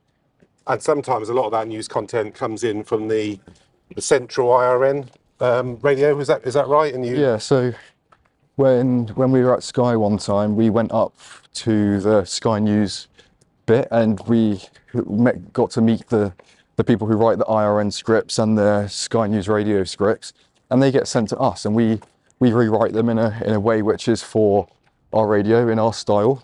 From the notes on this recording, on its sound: Outside Exeter Cathedral for a chat. Recorded in Exeter, Devon.